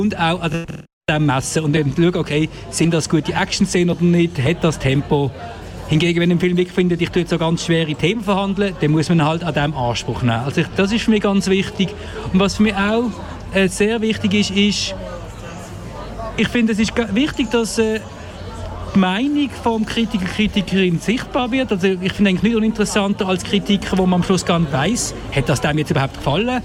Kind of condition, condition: setting, busy venue